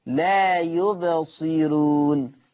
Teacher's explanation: طالما ان الراء مضمومه وقبل منها كسر اصلي فترقق